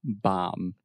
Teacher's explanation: The B is silent.